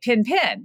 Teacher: sort of a well-known Southernism that you say pin pin when you mean the thing you poke yourself with that has a needle on it or the thing you write with